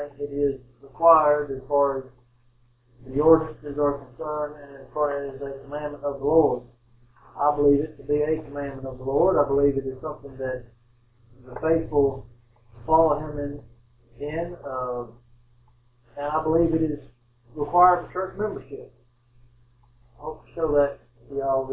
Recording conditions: poor sound quality